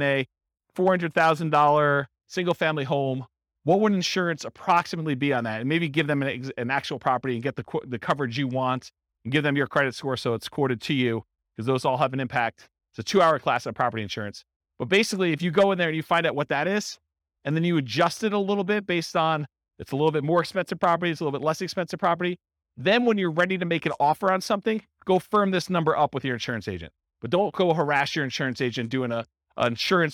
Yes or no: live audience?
yes